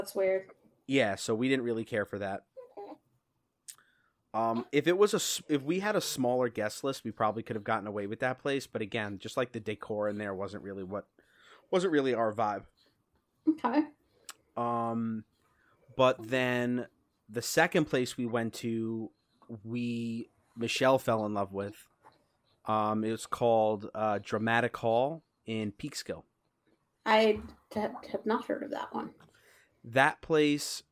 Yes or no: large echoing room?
no